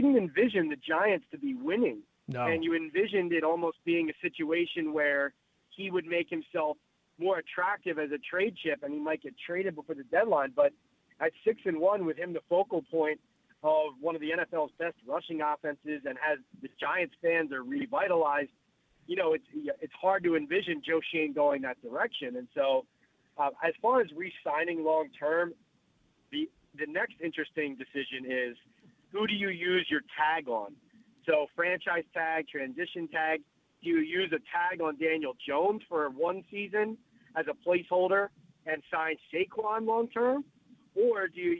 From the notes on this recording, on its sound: listener phone calls